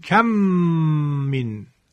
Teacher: حتما باید با غنه ادا شود، یعنی صدا از فضای بینی، از خیشوم، همراه با دو حرکت کشش صوت